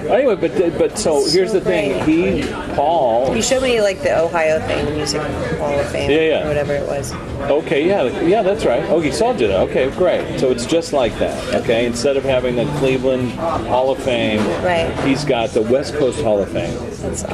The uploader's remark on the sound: They'll forgive the noisy cafe that we recorded some of this.